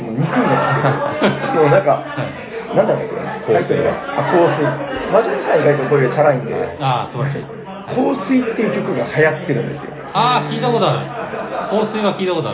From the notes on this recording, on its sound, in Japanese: サニバ八周年パーティーで特別編収録しました。